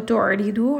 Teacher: عين is going to have توسط. را is light, ضاد is heavy.